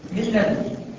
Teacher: يبقى النون ذهبت وطاحت صفتها وذاتها مفيش ابتلعت اللام النون تماما خلاص يبقى ده ادغام ايه إدغام كامل خلاص؟